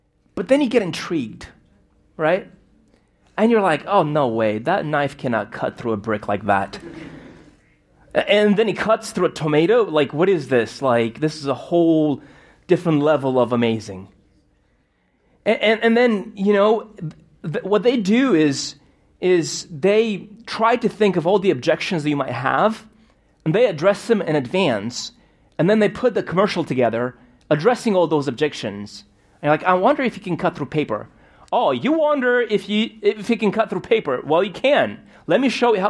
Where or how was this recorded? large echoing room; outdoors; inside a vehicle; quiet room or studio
large echoing room